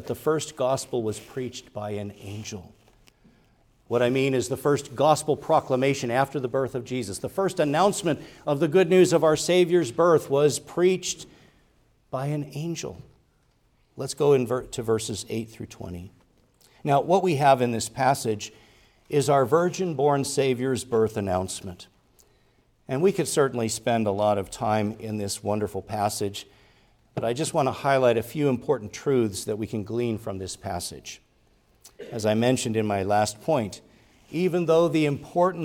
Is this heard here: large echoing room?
yes